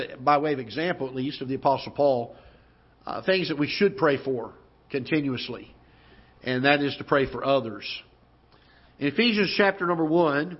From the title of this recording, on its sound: Ketha Heights Baptist Church ~ Live Broadcast